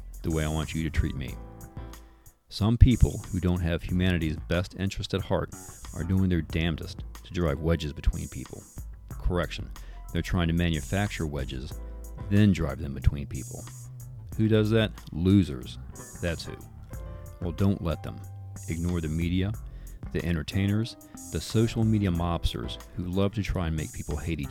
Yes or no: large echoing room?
no